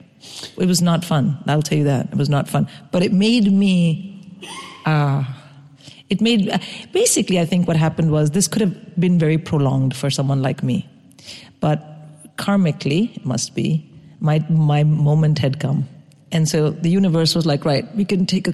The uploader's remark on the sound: Live at Podfest Birmingham